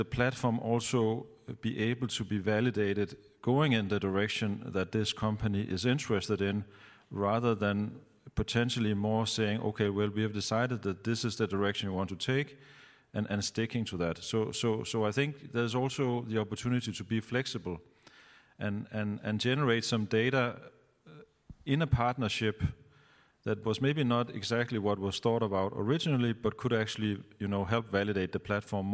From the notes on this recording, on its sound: This session recorded at CMO Summit 2022.